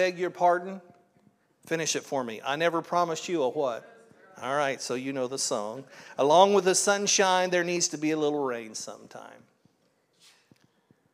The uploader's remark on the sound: This was originally recorded at Palestine Church of Christ on Oct 22nd, 2023.